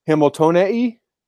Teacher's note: So anyway, it's E-I, Hamiltonii. Yeah, E-I or I, but the first I is short, like hit.